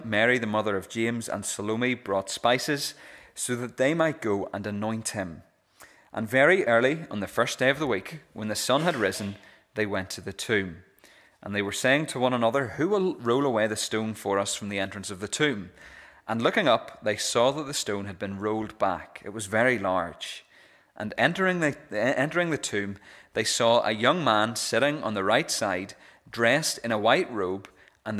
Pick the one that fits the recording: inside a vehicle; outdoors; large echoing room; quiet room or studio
large echoing room